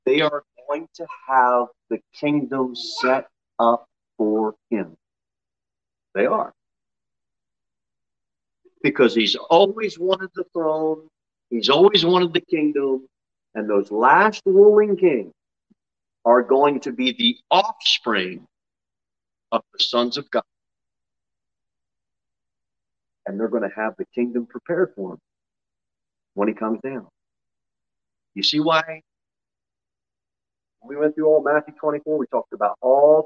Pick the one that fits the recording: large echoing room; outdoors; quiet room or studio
large echoing room